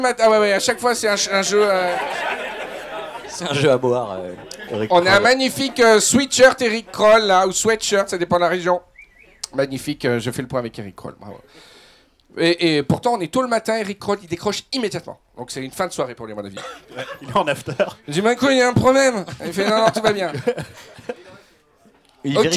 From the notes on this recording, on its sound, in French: Un épisode final enregistré en public et sous des flots d'Aguardiente. Une cinquantaine de spoileros parisiens.